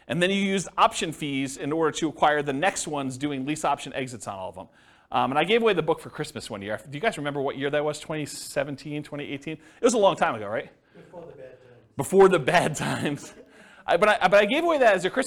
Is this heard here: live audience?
yes